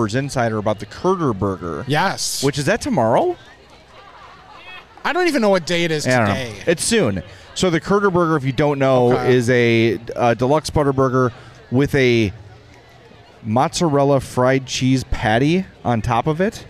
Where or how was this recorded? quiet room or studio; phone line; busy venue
busy venue